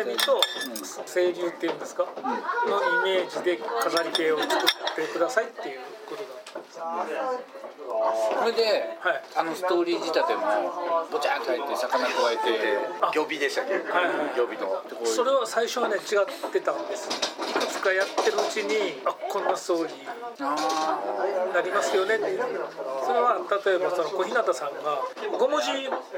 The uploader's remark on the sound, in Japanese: バルで収録したため結構ガヤガヤしてます。